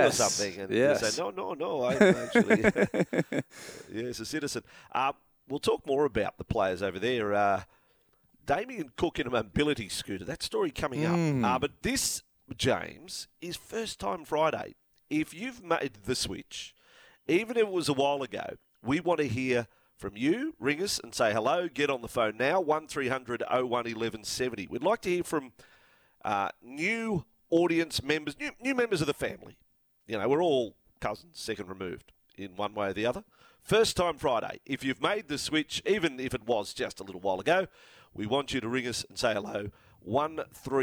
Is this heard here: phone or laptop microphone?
no